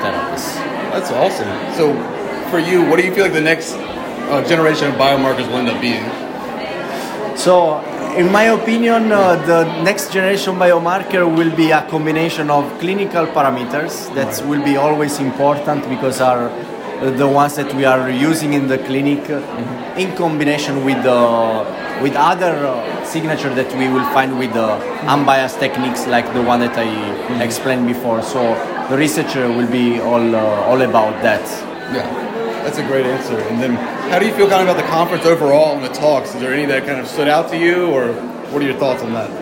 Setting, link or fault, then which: setting, busy venue